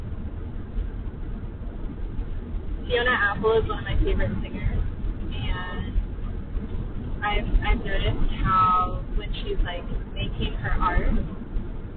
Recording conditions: poor sound quality